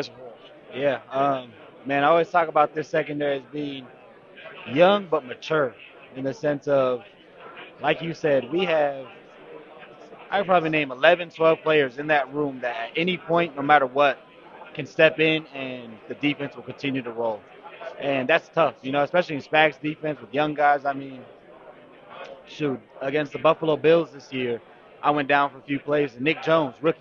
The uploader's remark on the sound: live interviews from Radio Row in Las Vegas!